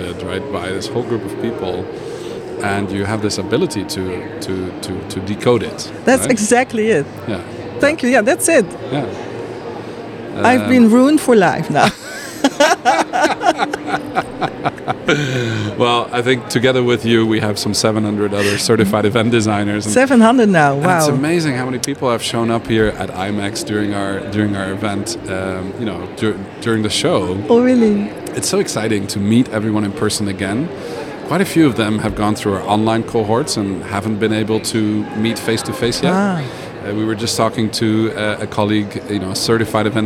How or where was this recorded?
busy venue